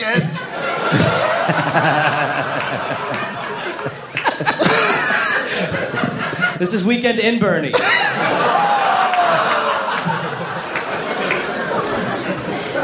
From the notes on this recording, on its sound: live at The Comedy Store in Sydney, Australia.